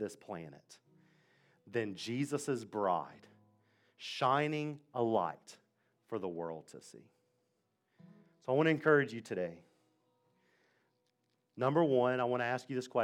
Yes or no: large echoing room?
yes